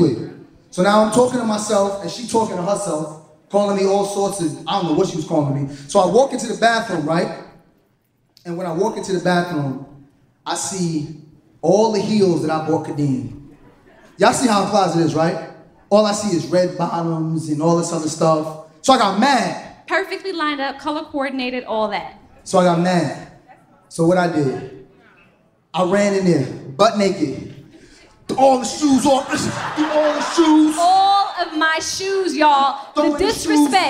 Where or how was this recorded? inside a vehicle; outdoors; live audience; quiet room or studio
live audience